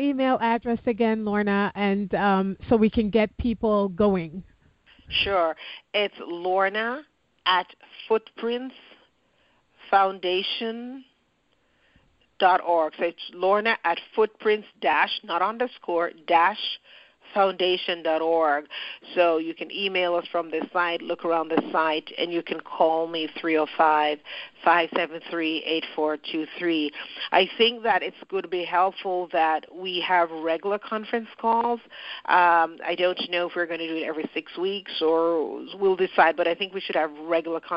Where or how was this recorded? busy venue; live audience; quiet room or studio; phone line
phone line